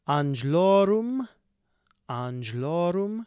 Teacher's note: so that word is angelorum, but it's elided into one syllable